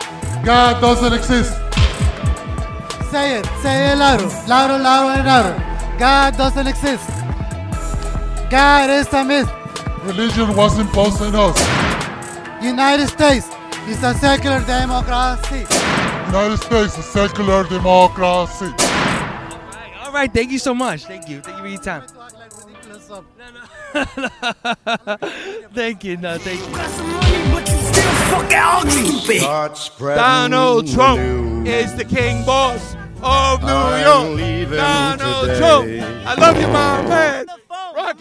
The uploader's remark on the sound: This is an audio collage made of found footage from the February 2023 Indictment of Donald Trump. Went to the courthouse where protestors and counter protestors yelled at each other from a distance!